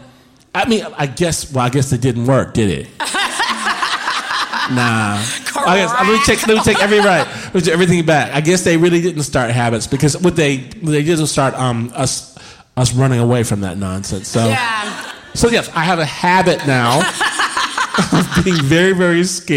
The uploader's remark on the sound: Live From San Francisco! Our live show from San Francisco (May 2017).